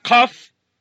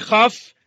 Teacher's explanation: In all these cases, the hard sound is plosive, pronounced in an explosive puff of sound. The soft sound is what's known in English as fricative.